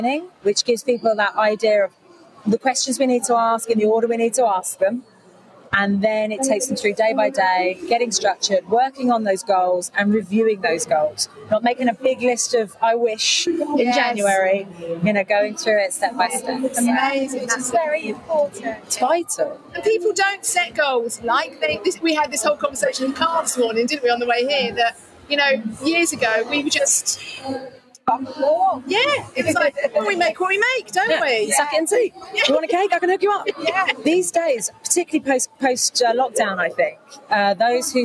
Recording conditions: busy venue